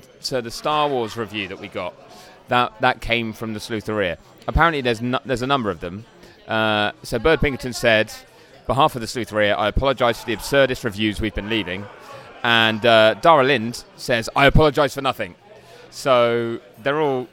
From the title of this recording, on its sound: Live and unfiltered from a bar in Montreal